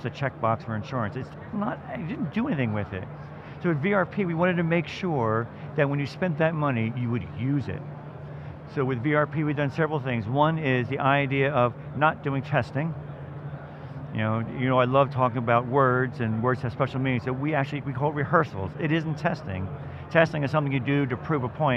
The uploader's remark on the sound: live from the Veritas booth at Microsoft Inspire